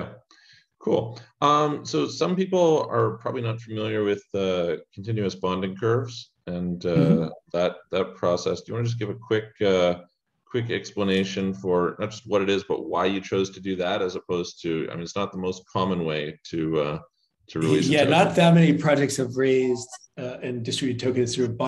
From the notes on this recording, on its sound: has joined a zoom meeting